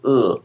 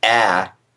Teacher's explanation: instead of having that high back unrounded vowel, it has a low front unrounded vowel. So it's a as opposed to uh.